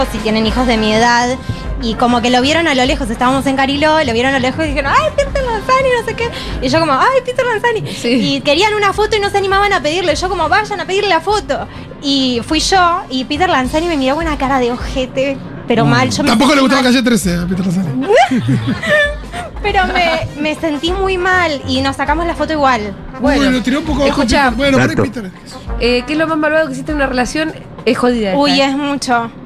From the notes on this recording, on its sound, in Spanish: … en vivo en Yunta Bar